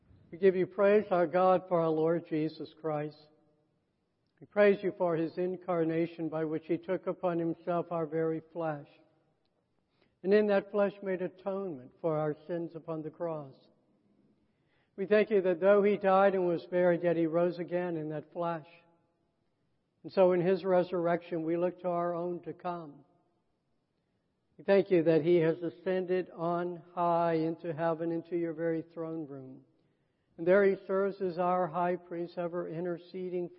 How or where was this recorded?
large echoing room